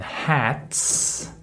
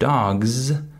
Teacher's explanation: the word um, hats, notice that the final S is voiceless. There's no vibration.